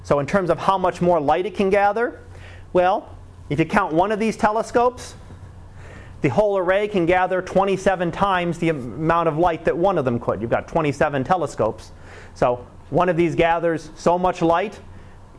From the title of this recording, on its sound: Live Class Lecture